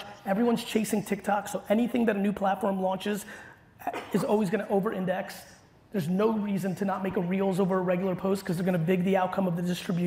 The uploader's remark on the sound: Keynote from 2022. A throwback keynote I gave in Las Vegas in May at Grow With Video Event.